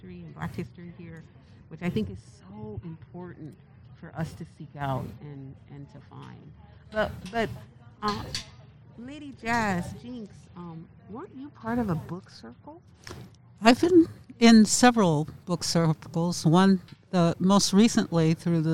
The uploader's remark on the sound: We recorded this session in-person at out Black History Month Celebration